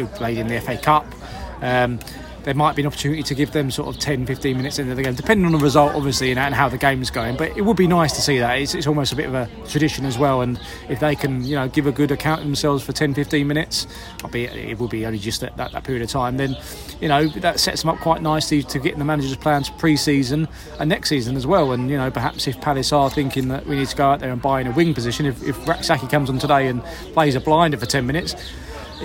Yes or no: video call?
no